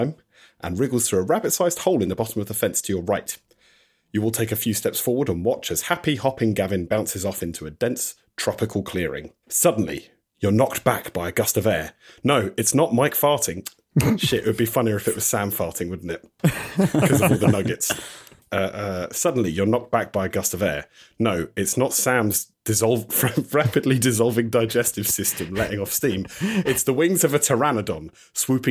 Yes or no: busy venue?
no